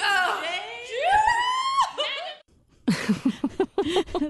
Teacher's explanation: some of the words, like the syllables, get drawn out, like the way you say eyes, blame, even teeth